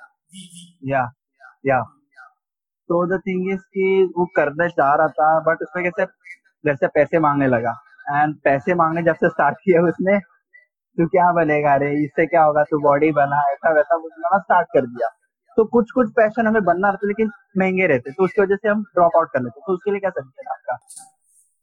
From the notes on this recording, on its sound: This is extracted audio version of a live session chat. Since it's online recorded ,some minute glitch were still on board.